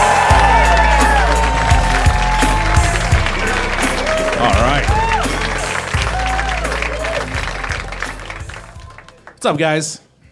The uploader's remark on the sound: Recorded live at the DC Improv in Washington DC.